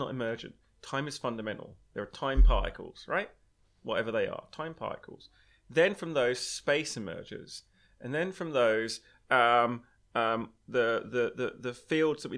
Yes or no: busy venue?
no